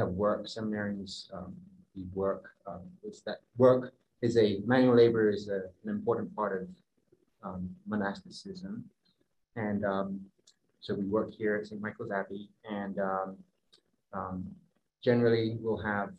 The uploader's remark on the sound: Live Webinar